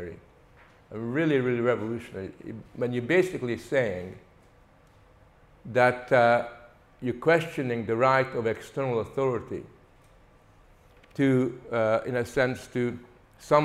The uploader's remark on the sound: Features the lecture ‘Freedom of conscience: 21st century challenges’ recorded at Living Freedom Summer School 2023.